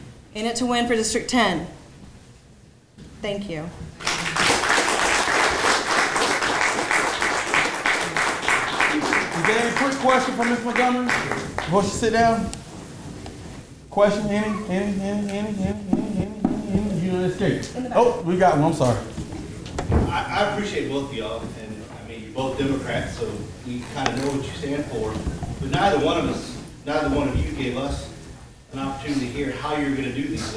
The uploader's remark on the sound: Congress to Lieutenant Governor each gave brief speeches and answered questions from the audience.